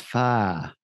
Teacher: And it's just a very relaxed tongue. And you kind of are dropping the R off the end. You almost don't, you drop the consonant nearly altogether.